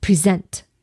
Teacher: If I accentuate the second syllable, I get present.